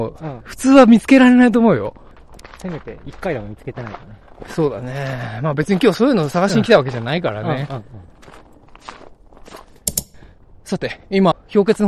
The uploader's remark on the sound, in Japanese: 古くからさまざまな噂の絶えない青木ヶ原樹海に行きました。富岳風穴から鳴沢氷穴を結ぶ自然道を歩きながらの現地リポート。